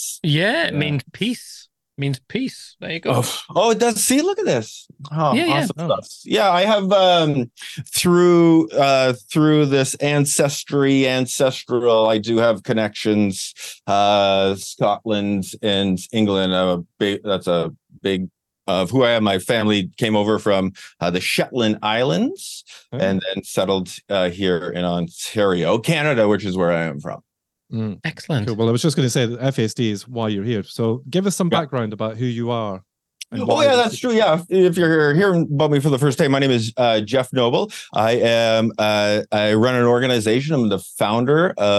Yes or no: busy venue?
no